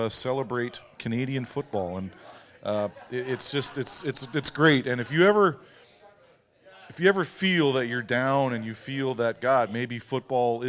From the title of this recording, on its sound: Live From Lions Den In Hamilton